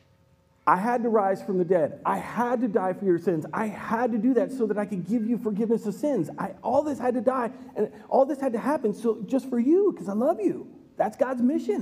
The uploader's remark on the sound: Recorded live at Word of Life Church in Le Sueur, Minnesota.